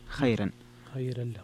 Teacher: خيرا فيها ترقيق الراء لورش